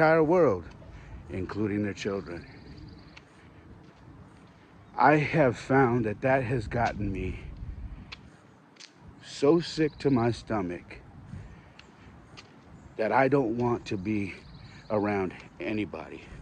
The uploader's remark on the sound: I was rucking again so this episode was recorded while I was on the go!